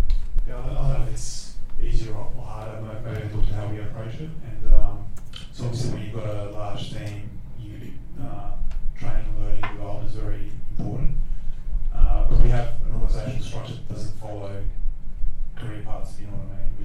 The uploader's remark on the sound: LIVE RECORDING! At LASTconf Melbourne. This was our first test of recording an episode of The Weekly ReBoot live so it was kind of an experiment for us, but happy to say it recorded ok enough for us to want to give that another go. In terms of the audio you will hear some mixed qualities and I’ve tried to edit up where I can.